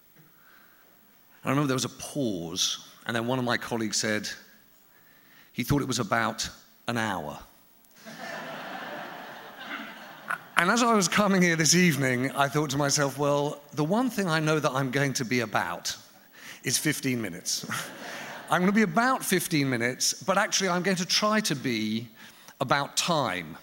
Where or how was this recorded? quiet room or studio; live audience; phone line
live audience